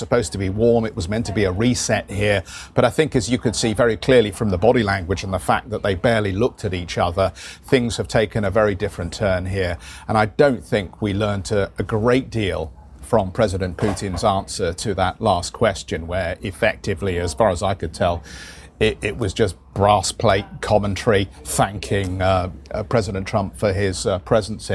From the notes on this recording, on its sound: We are live at the G20 summit in Osaka, Japan, where bilateral meetings between the world’s top leaders continue.